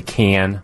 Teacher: that sharp raised A